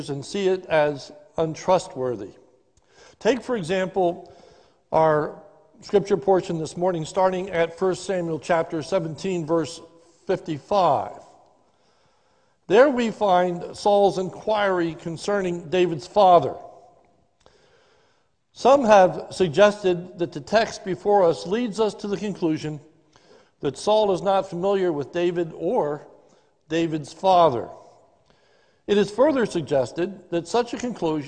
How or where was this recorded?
large echoing room